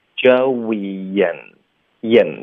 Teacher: Joey 跟 and 连读会有一个 y 的音